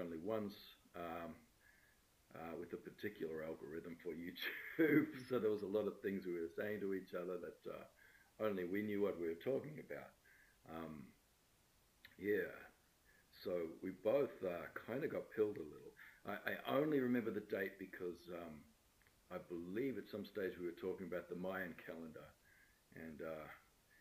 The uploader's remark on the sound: Sound for this episode isn't great